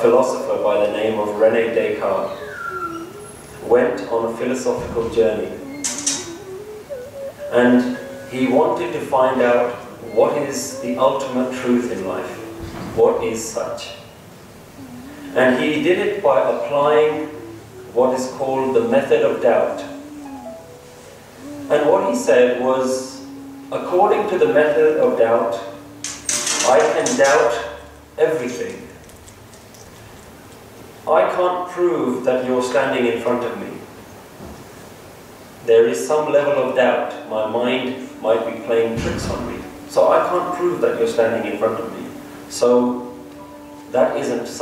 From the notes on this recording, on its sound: English Katha (Sikh Lecture) recorded on 26th May 2013 in Central Gurdwara, London, UK.